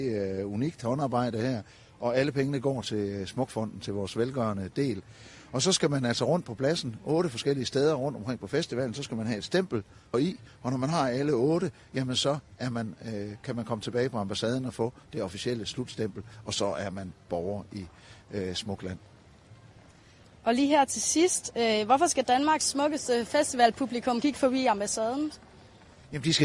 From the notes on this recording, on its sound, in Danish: Ambassaden på Smukfest. Live fra det nye Capriområde på Smukfest.